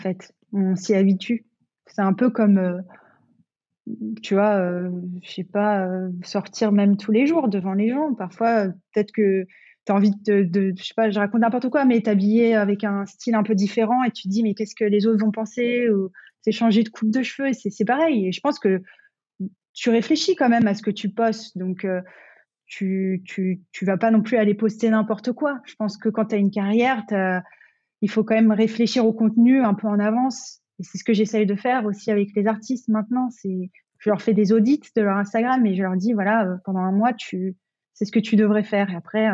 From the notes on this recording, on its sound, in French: Donc j’ai fait de mon mieux pour corriger les petits problèmes de son. Je ne suis pas encore tout à fait à interviewer en visio.